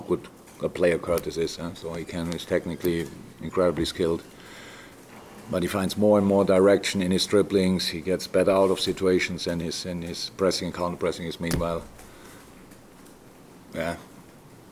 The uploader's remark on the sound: LFC Press Conference. Speaks to the media following Liverpool's dominant display against Newcastle this evening in the Premier League!